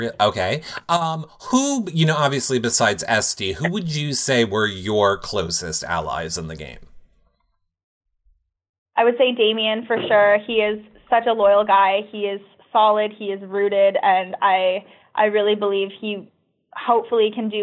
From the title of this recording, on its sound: Phone Interview